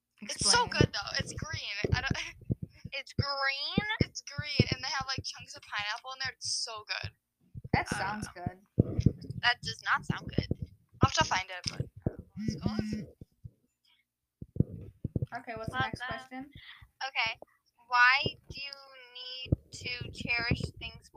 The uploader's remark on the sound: My mic is cutting out periodically so sorry for any bad audio.